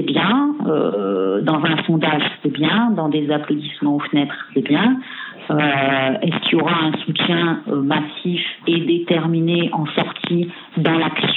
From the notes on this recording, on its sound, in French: Entretien téléphonique réalisé ce 18 avril